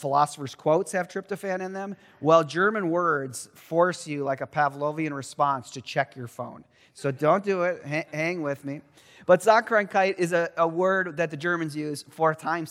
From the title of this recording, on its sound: Truett Chapel-- 2023 Willson-Addis Lecture